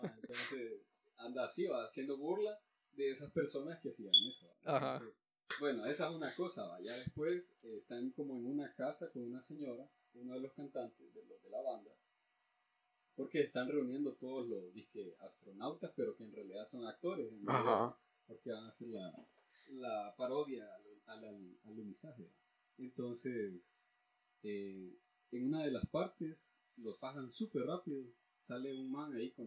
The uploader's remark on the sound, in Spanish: pido una disculpa por la mala calidad del audio, tuvimos problemas técnicos que no pudimos resolver